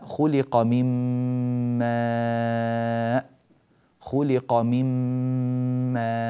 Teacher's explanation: دخلنا من كلمة مم من ميم من إلى ميم ماء مباشرة، والنون سقطت في اللفظ فأدغمت وأدخلت في الميم التي بعدها. إذن الإدغام أن أحول النون إلى حرف آخر هو الحرف التالي ثم أدخل الحرف الأول في الثاني.